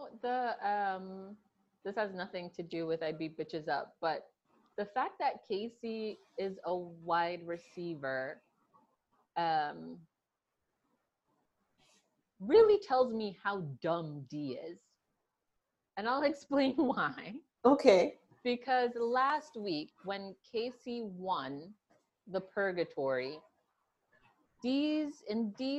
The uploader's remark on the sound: You'll only hear about a quarter of it though because technical difficulties abound!